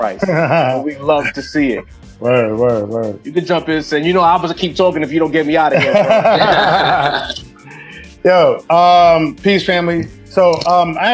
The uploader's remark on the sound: Joins The Rap Roundtable Via Zoom For An In Depth Interview.